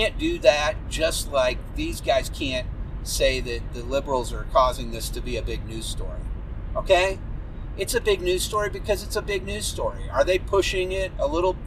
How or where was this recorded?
inside a vehicle